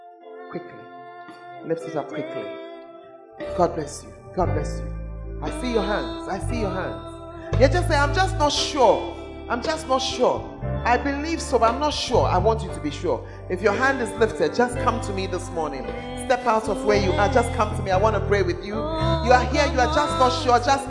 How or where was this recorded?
large echoing room